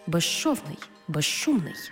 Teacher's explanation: свистячий з плюс шиплячий ши всередині слова разом вимовляємо як жи-ши